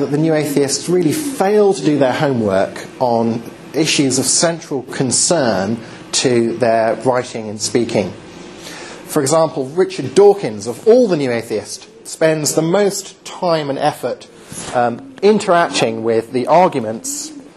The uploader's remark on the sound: Recorded at Highfield Church Cardiff, 13th November 2010.